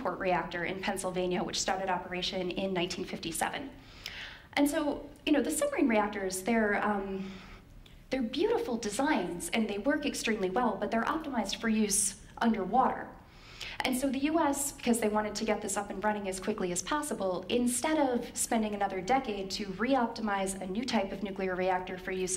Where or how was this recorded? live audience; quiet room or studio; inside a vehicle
live audience